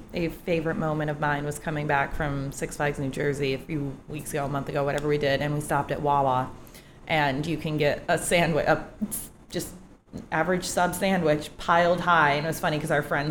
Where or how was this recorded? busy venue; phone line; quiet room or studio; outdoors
busy venue